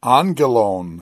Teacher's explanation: Then when angelos becomes angelon, the accent stays on the antepenult.